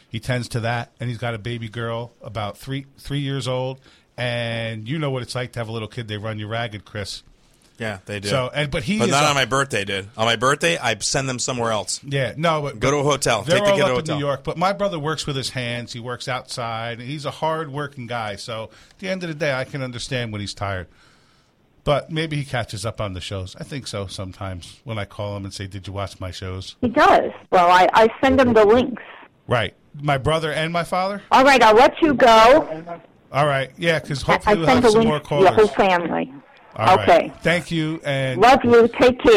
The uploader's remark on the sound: Friends & family call in a Happy B-Day.